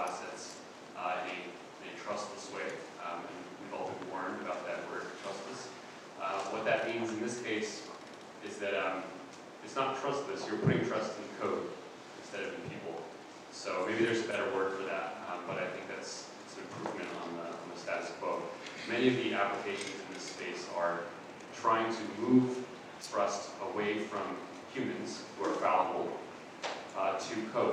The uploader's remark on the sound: Keynote Fireside Chat at Denver Startup Week